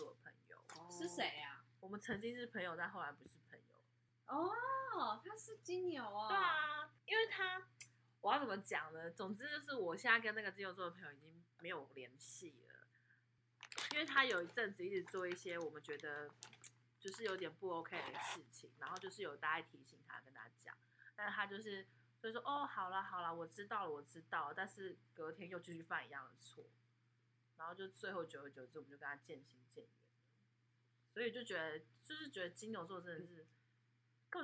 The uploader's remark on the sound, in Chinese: 本集音質較差，請見諒